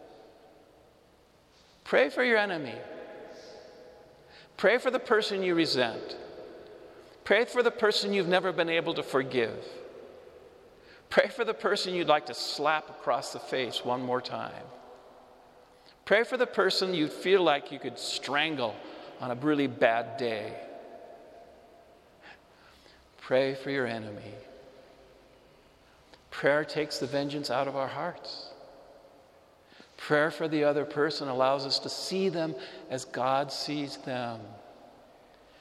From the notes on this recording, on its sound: Homily delivered to the Saint Francis Assisi Catholic Community in Cuenca, Ecuador, Iglesia de San Francisco